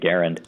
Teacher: his family pronounced it with the emphasis on the first syllable. So in deference to that, I have been pronouncing it Garand.